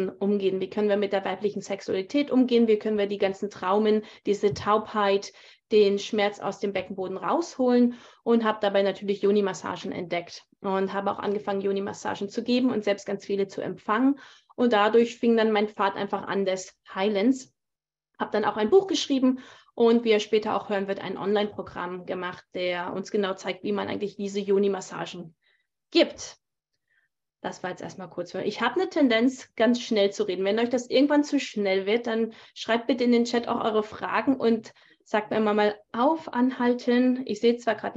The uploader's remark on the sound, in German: auf Basis eines aufgezeichneten live Zoom Call